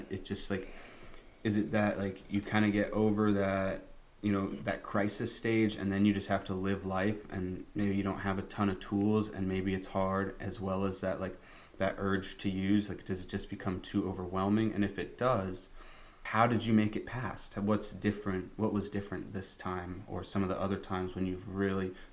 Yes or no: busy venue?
no